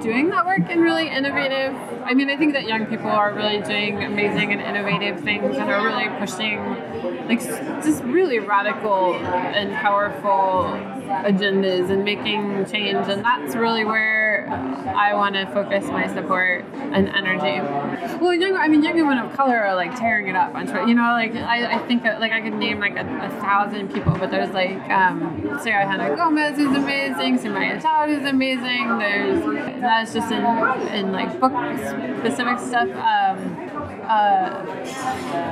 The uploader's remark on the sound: This interview has significant background noise.